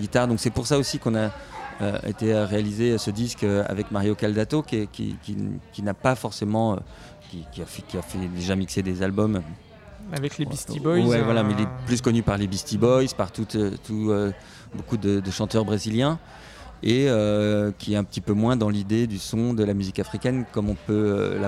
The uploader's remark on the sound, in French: Retrouvez ici les interviews réalisées sur notre plateau depuis le festival Terres du Son. Scène de l'écovillage.